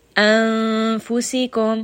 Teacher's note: So now you can hear that nose is being used quite a lot. · Term: ikhfa